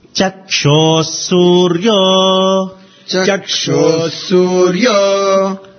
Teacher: when Visarga is followed by Sa, we should be chanting double Sa. We should give stress on the Sa, which is followed after the Visarga.